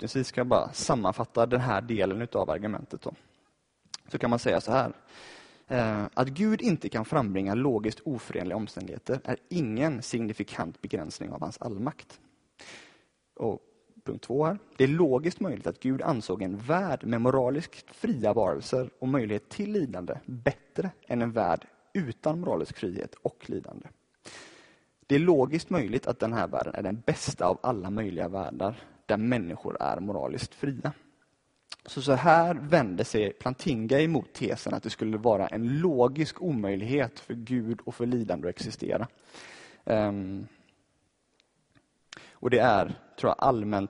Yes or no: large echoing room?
yes